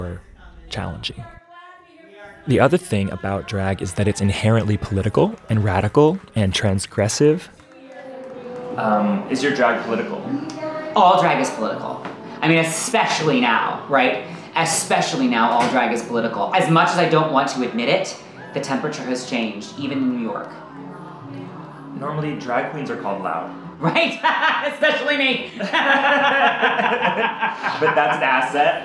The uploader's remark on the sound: To spoken words and ambient sounds. A drag queen addresses a late night audience.